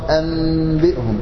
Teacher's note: ايوه عند الباء بالقصر الوزن بغنة النحو أنبئكم أنبئكم وأن بورك عليم أنبئهم يقرأ أنبئهم يعني تضم الشفتين ضمة خفيفة وتأتي بغنة من الأنف تغطي لك الميم تخفيها. وما يصح أن يجعل فرجة بين الشفتين لا تطبيق فيه نوع خطأ.